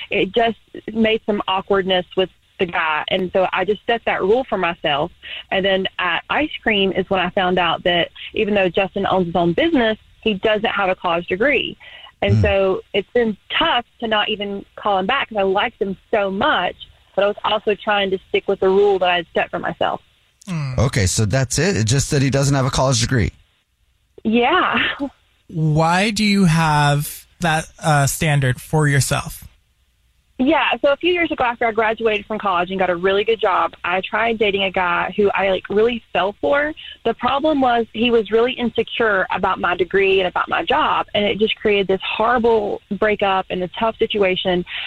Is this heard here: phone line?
yes